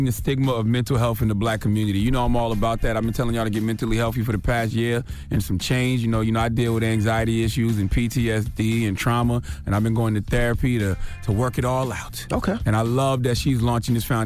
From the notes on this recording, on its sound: we opened up the phone lines